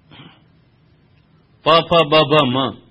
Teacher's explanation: जब दो ओष्ठ भिड़ते हैं तभी ये पांचों वर्ण आप बोल सकते, अन्यथा नहीं बोल सकते।